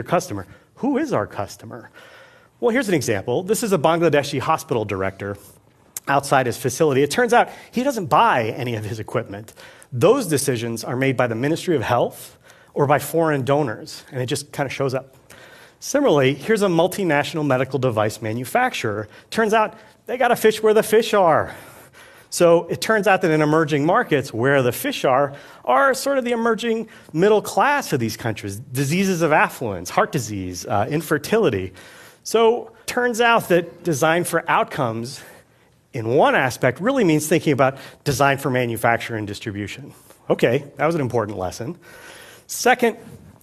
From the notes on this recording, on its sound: Filmed at TEDxBoston